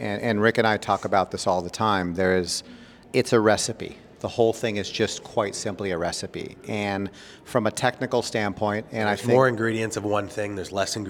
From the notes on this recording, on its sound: LIVE from the PGA Show